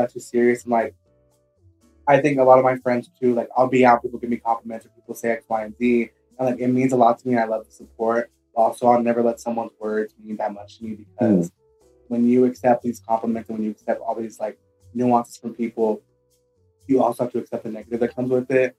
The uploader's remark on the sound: Apologies for the audio on this one.